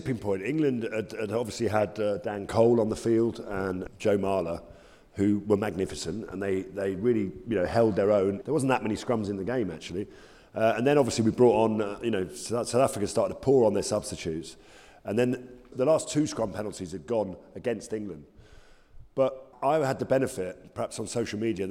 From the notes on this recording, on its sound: World Cup Final preview live. Recorded in front of a live audience at Samsung King’s Cross.